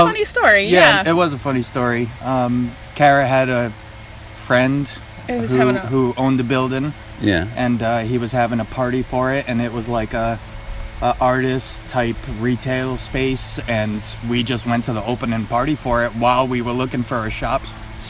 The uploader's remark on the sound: Both interviews were recorded in the woods